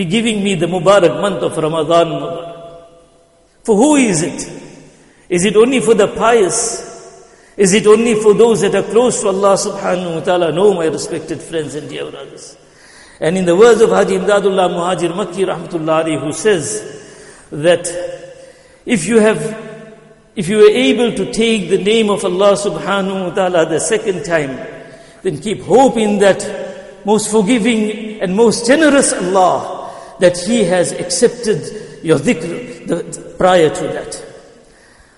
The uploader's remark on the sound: Jumuah lecture.